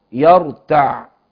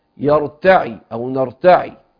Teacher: يقرؤون بسكون العين يرتع. طيب، والبقية يقرأوا بعين مكسورة